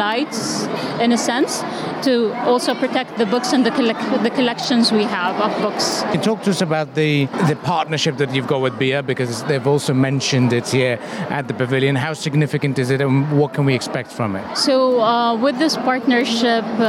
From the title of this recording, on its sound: Live from SIBF 2023